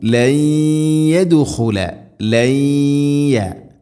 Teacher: സാക്കിന നൂന് ശേഷം യാ, നൂനിനെ യായിലേക്ക് കൂട്ടി ലയിപ്പിച്ച് മണിച്ചുകൊണ്ട് ഉച്ചരിക്കണം. ലയ്യദുഖുലൽ ഇദ്ഗാം ബിഗുന്ന.